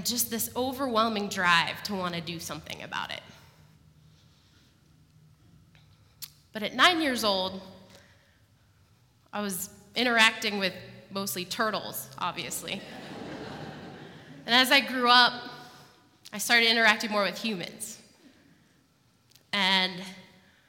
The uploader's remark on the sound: live at The Old Church Concert Hall in Portland, OR